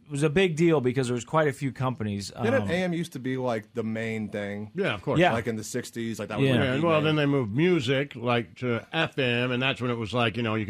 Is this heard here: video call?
no